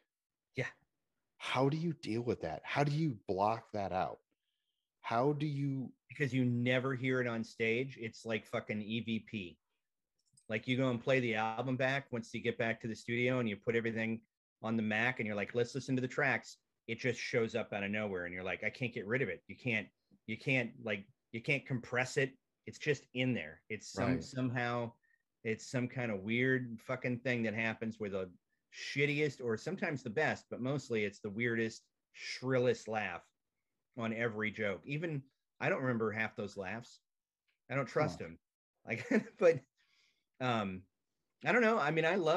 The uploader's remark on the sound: I sit down and zoom it out